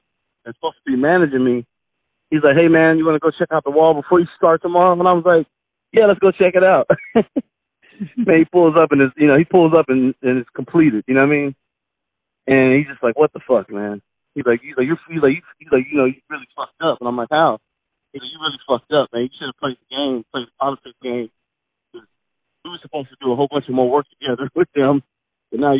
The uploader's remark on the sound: Phone Call